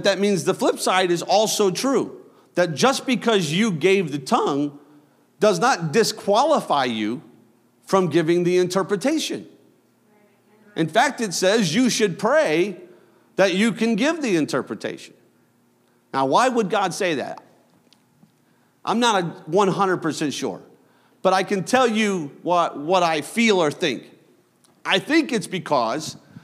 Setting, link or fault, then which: setting, large echoing room